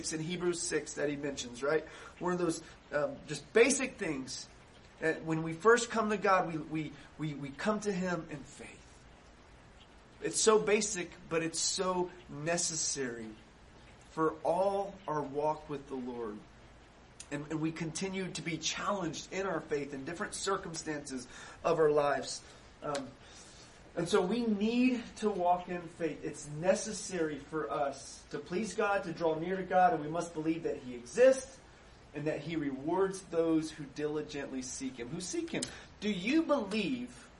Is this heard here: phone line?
no